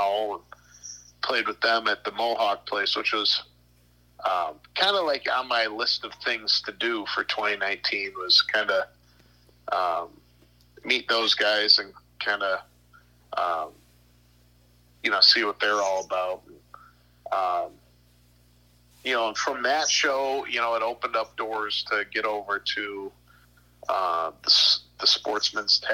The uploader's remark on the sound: burnt the phones lines down